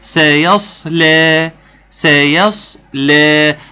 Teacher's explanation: الصاد عشان مفخمه هتسحب اللام معاها لفوق وتطلع لا، احنا ما عندناش لا ولكن عندنا لا.